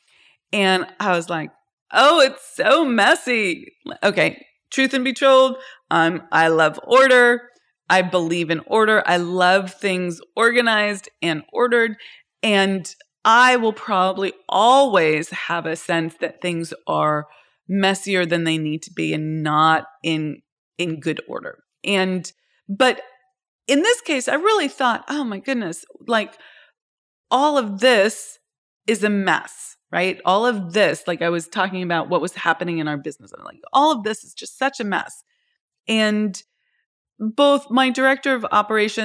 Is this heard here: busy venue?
no